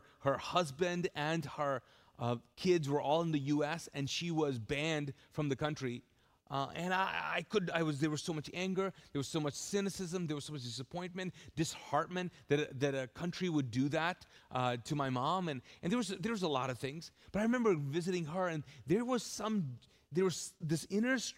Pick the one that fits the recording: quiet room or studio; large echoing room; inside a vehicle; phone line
large echoing room